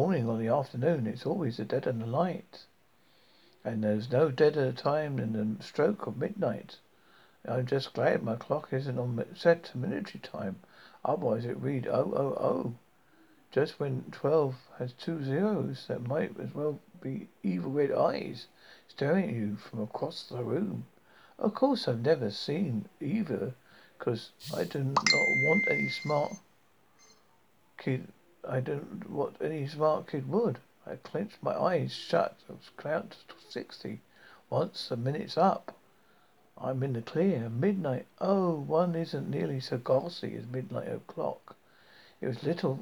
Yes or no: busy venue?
no